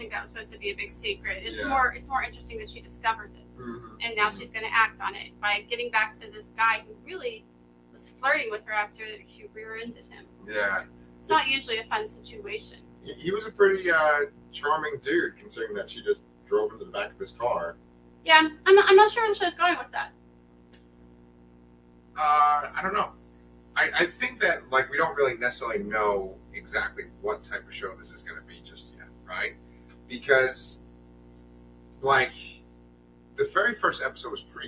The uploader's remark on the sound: LIVE REVIEW (with added buzzing noise!).